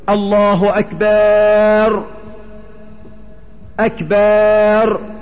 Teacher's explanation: بعضهم يدخل ألف بعد باء أكبر وقبل الراء